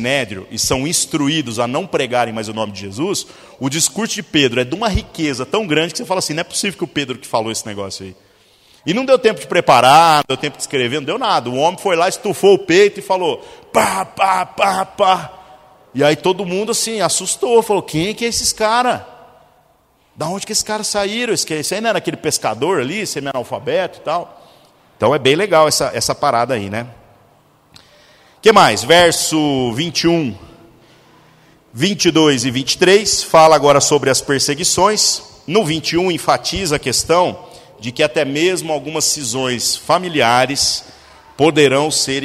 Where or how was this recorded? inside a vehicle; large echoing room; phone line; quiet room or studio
large echoing room